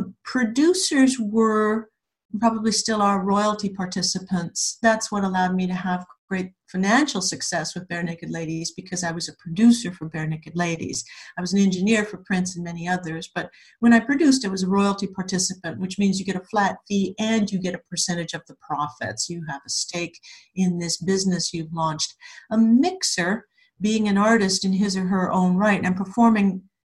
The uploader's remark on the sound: She also answers audience questions! This episode was recorded remotely using Zoom.